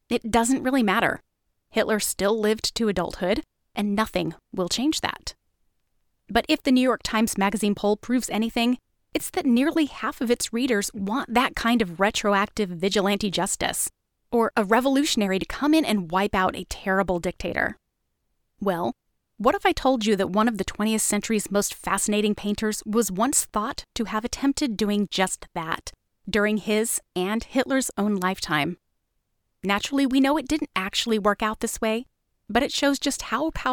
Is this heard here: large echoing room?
no